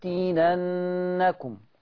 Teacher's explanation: الهمس والرخوة لحرف الفاء